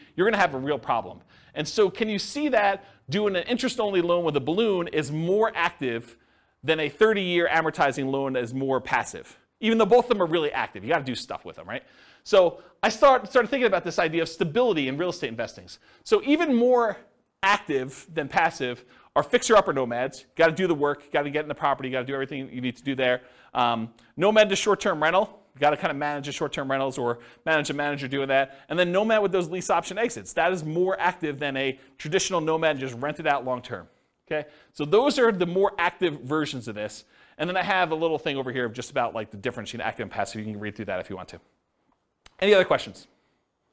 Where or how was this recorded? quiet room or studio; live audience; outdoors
live audience